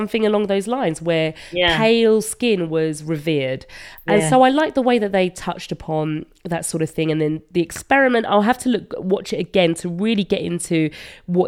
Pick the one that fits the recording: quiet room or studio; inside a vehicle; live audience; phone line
quiet room or studio